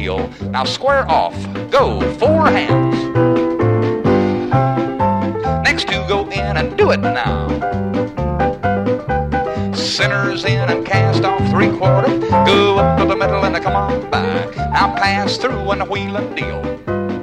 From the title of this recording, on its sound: A Vintage MWSD Live Dance Recording